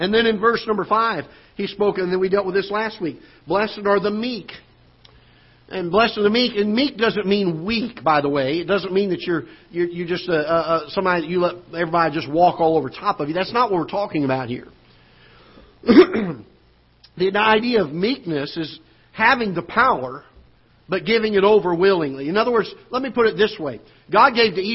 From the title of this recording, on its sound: Ketha Heights Baptist Church ~ Live Broadcast